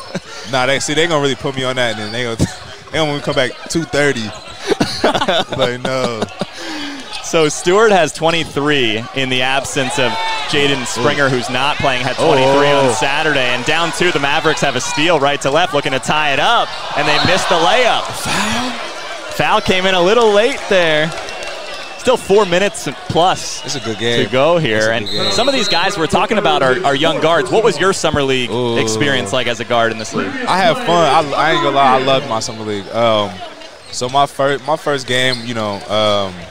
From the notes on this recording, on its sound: live from NBA 2K24 Summer League 2023 in Las Vegas